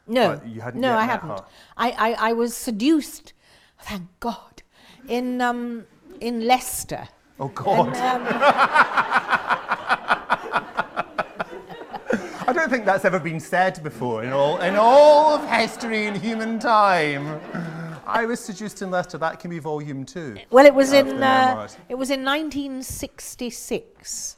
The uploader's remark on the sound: Live Literary Salon at the London Library. Interview and reading recorded live.